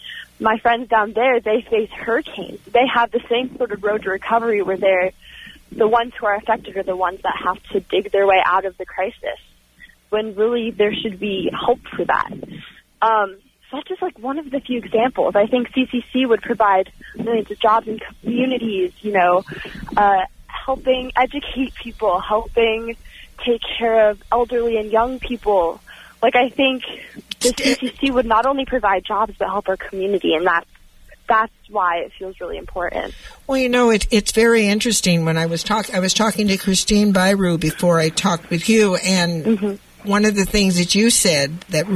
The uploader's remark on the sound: Called in from the Sunrise Youth March from Paradise, CA to San Francisco that had reached Winters, CA, 130 miles done of the 266 mile march.